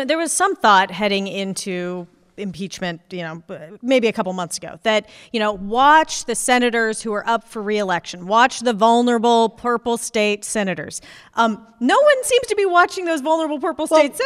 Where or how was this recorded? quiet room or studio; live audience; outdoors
live audience